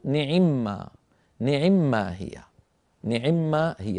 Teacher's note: فهنا أيضا نعمة، ما أصل نعمة، نعمة ما، لكن من كثرة ما تقول العرب نعمة ما نعمة ما ولوجود ميمين متجاورتين فأدغموهما